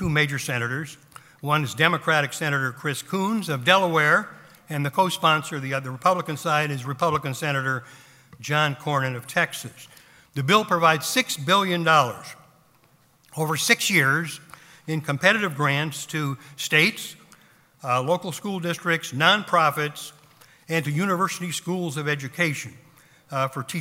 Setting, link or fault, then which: setting, live audience